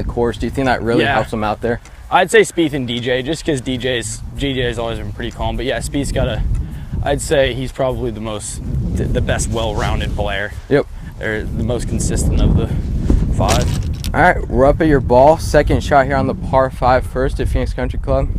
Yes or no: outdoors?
yes